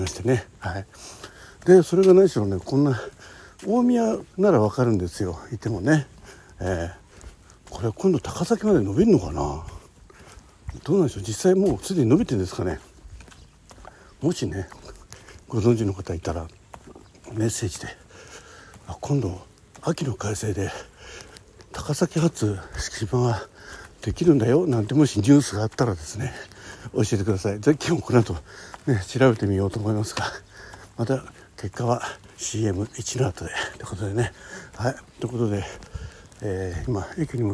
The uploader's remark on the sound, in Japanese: 駅に向かう歩きながら収録っす。From Radiotalk。